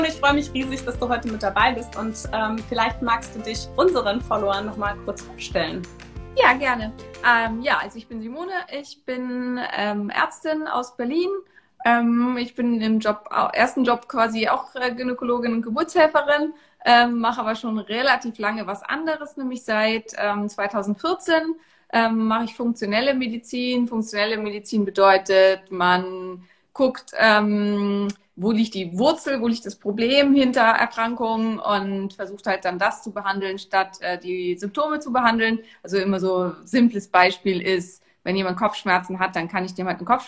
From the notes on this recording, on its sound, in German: Diese Folge ist eine Aufzeichnung unseres gemeinsamen Instagram Live